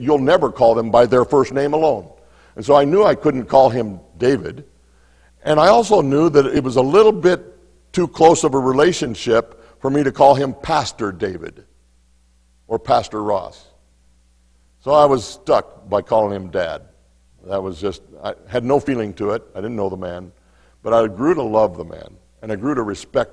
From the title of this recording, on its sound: Mt. Zion Church Live!